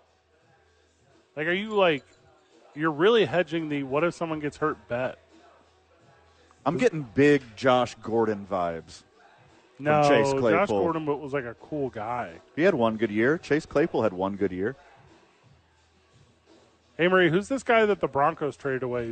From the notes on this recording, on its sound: Live from Safe House for "re-opening".